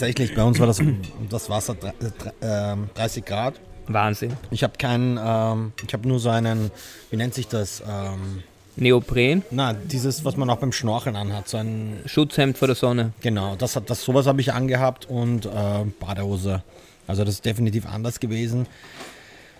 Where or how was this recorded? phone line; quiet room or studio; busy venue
busy venue